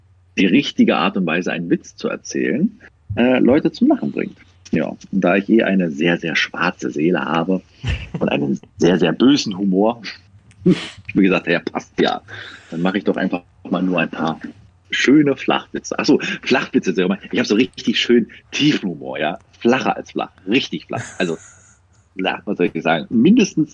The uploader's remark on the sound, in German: In unserer Sendung "Social Media Inside" auf moin.fm. Das Interview fand via Discord statt, daher kann es zu einigen Tonveränderungen kommen.